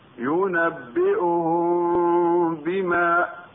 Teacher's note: ميم ساكنة بعدها باء، إخفاء شفوي مع بقاء الغنة بمقدار حركتين